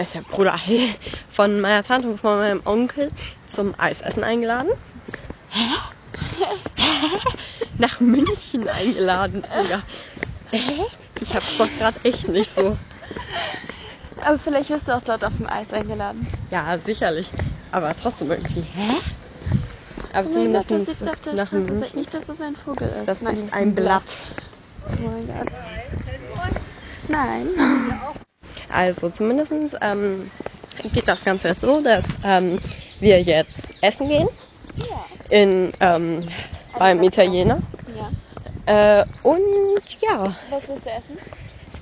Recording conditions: background noise